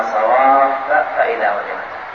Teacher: الفاء الأولى مفتوحة وهي مشددة وكذلك الفاء الثانية فإذا، ولا تدغم ولا يقال صواب فإذا، لا هذا يسمى الإدغام الكبير، هذا يسمى الإدغام الكبير.